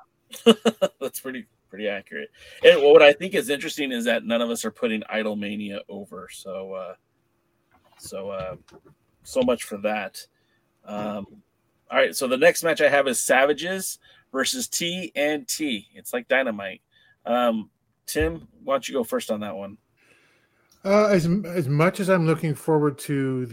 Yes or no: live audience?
no